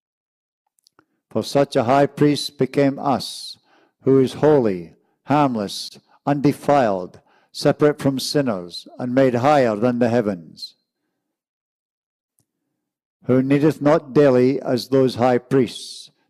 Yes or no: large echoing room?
yes